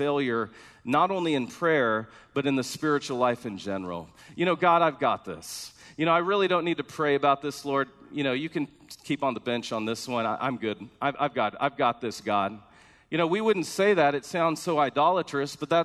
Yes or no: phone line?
no